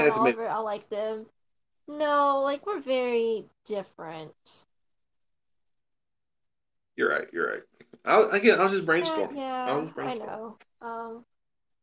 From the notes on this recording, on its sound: Sorry the audio is janky